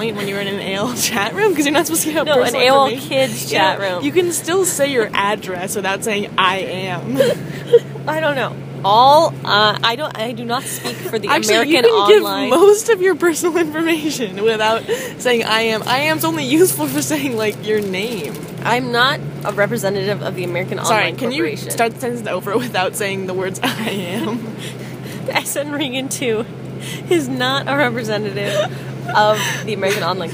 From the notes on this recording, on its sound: Recorded on the bus ride from Amsterdam to Paris.